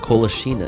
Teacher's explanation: the C at the end is more of a TS or a TZ